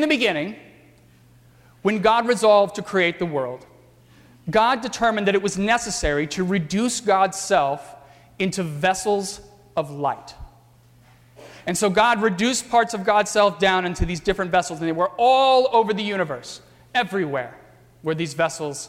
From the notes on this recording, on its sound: during the 11:00 AM Good Friday service on Sunday April 1, 2018 at First Presbyterian Church of Arlington Heights, Illinois.